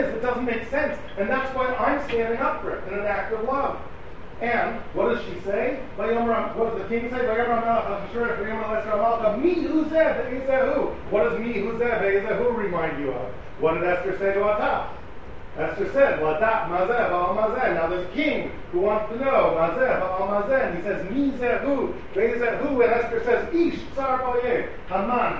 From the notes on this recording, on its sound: Delivered at the Seforim Sale at YU.